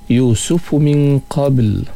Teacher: bacaan dengan ikhfa, dengung, nun mati berjumpa dengan qaf. Qabl berserta dengan qalqalah sughra juga di tengah kalimah.